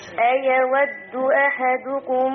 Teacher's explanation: خلي بالك من زمن الميم أحدكم ست حركات